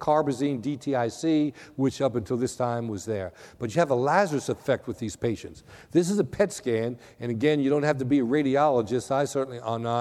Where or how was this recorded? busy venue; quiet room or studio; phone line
busy venue